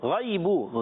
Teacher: غین حرف مستعلیہ میں سے حلق کے اوپر والے حصے سے ادا ہوتا ہے